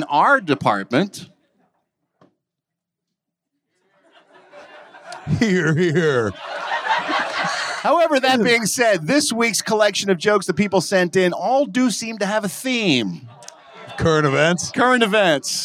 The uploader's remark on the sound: Recorded LIVE at Levity Live in Oxnard, CA